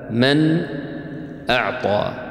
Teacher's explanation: همز فهاء يعني إذا جاءت النون الساكنة أو التنوين وبعدها أحد هذه الحروف 6 فإنك تظهر هذه النون من غير غنة زائدة · Term: إظهار حلقي